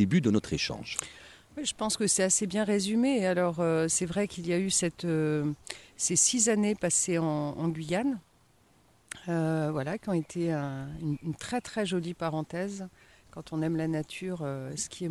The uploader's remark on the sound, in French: Cet entretien a été enregistré dans le parc de l’Hôtel Avallon Vauban, à Avallon, mercredi 31 mai 2023.